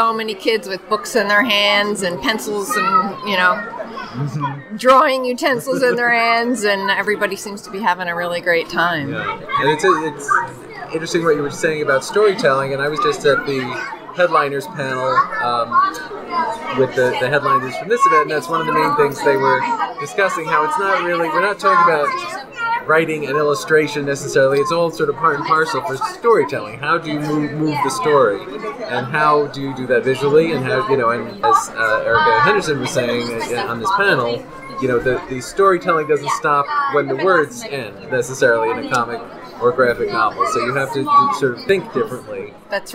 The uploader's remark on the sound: recorded this month's podcast from the middle of the Boston Kids Comics Fest, held at Pine Manor College April 27